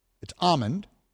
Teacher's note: the word almond, which is spelled but not pronounced with an L in it